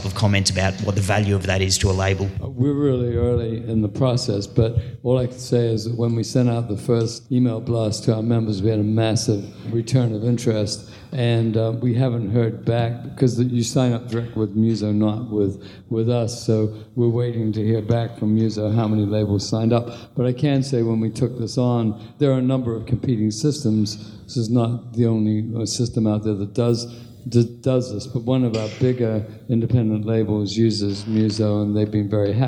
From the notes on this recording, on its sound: This panel was recorded at AIR’s Indie-Con in Australia.